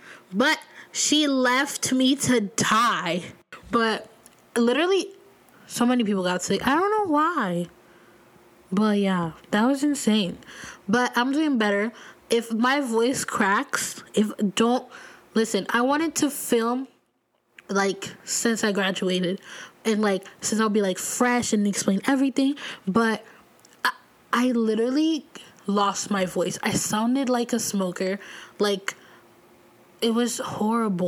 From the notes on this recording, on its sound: I sound rough and keep breathing and making noises. I am still getting over a bad cold.